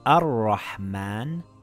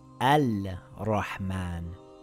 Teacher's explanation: Yes, it's a sun letter. The lam becomes silent. It reads ar-Rahman and not al-Rahman. · Shown in: first take